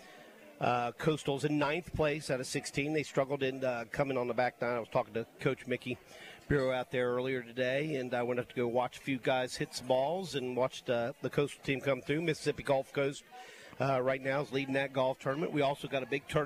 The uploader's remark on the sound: LIVE from Felix's Fish Camp!